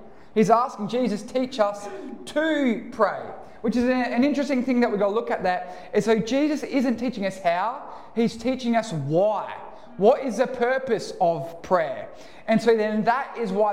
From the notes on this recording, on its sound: Recorded live at One Heart Church (Port Lincoln).